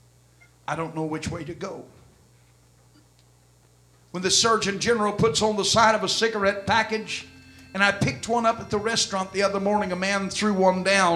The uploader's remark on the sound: This message was delivered at First Apostolic Church, Sunday, December 26, 2004.